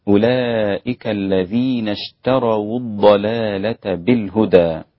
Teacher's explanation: أولئك مد واجب مقداره 4 حركات، جائز المد إلى 6 حركات عند ورش وحمزة